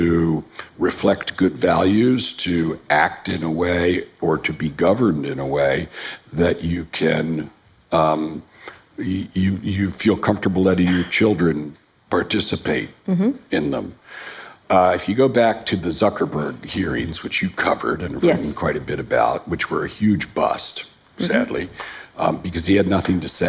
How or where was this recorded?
busy venue